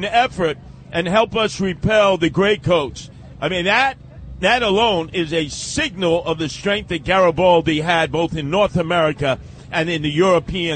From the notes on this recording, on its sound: Live from the Columbus Day Parade. Reports live from New York City's annual Christopher Columbus Day Parade.